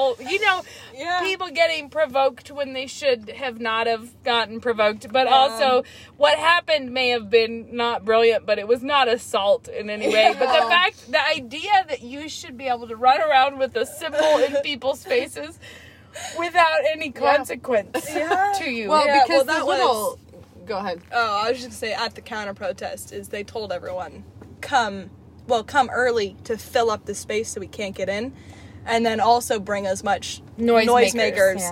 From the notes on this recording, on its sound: This week we have not one, but two special guests with us in the car!